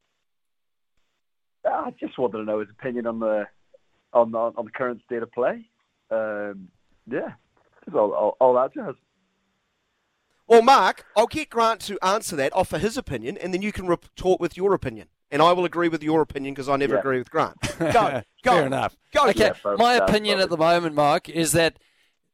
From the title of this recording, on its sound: We get a surprise call